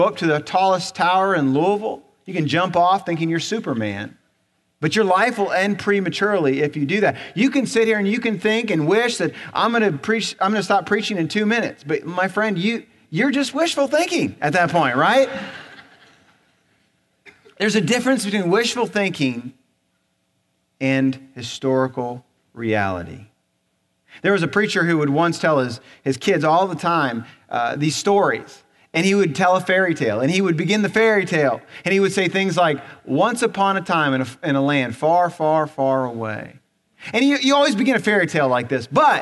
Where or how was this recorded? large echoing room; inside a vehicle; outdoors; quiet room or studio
large echoing room